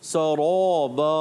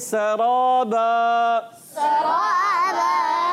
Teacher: را کو پر رکھنا ہے، مگر اتنا زیادہ پر نہیں کریں گے · Shown in: second take